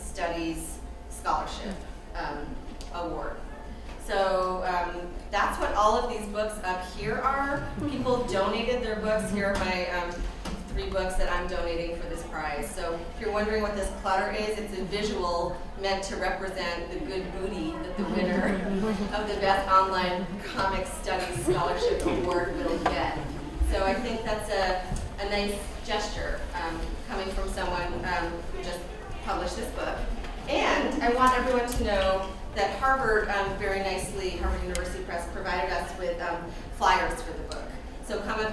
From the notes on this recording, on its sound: This panel at the 2017 Massachusetts Independent Comics Expo (MICE). Live at MICE 2017.